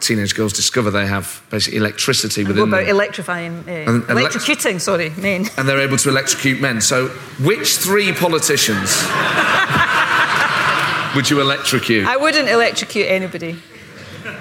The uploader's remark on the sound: This interview was recorded at the 2019 Edinburgh Festival.